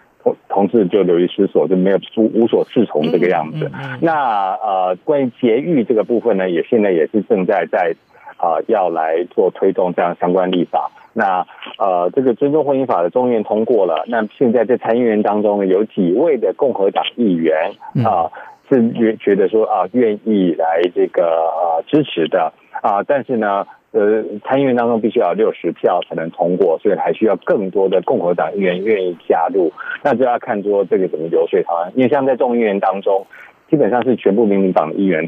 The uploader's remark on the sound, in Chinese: 連線美國之音白宮記者